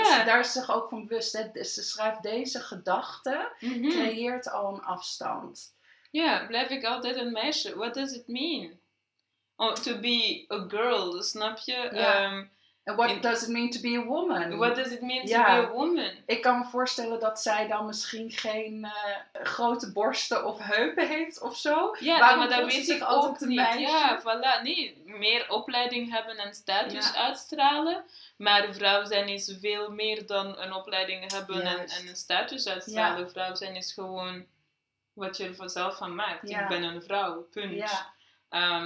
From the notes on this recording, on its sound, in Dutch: EXCUSES VOOR HET GELUID! We hadden een verkeerd knopje ingedrukt...